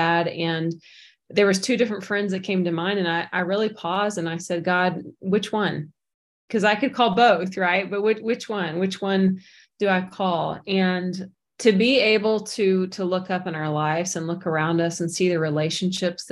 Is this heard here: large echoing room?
no